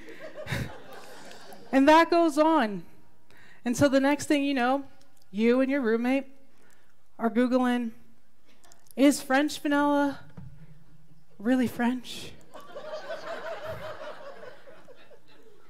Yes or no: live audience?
yes